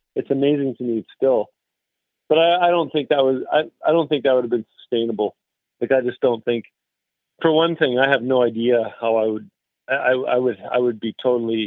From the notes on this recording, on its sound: We caught up on the phone